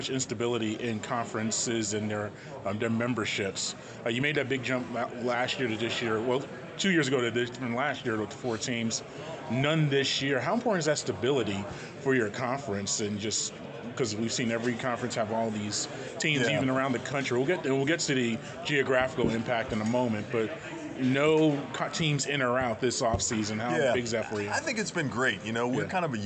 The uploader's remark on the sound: during the football Media Day festivities in New Orleans July 25